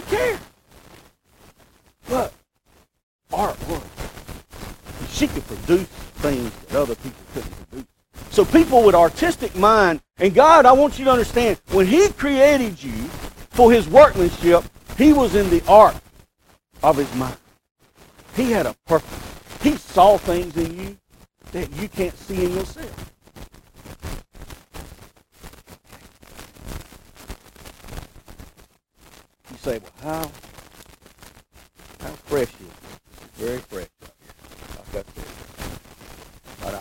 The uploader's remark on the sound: We apologize for the poor quality of this recording.